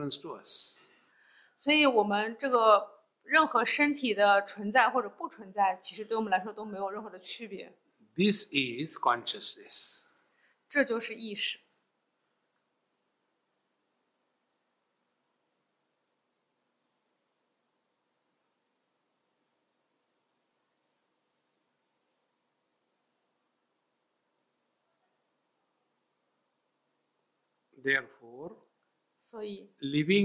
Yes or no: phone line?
no